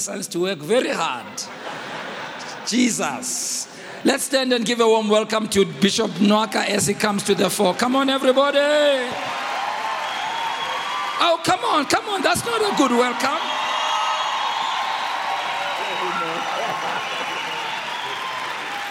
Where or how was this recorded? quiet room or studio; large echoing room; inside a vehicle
large echoing room